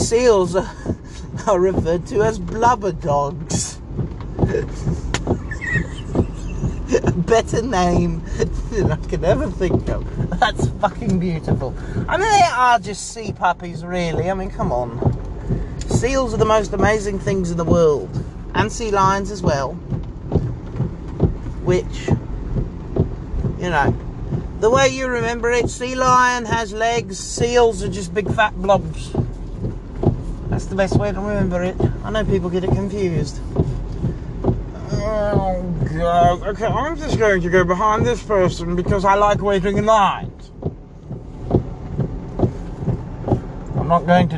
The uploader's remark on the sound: Here is an idiot screaming in the car.